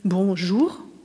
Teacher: das typische Akzentmuster des Französischen ist, zum Beispiel wie Bonjour, also hinten betont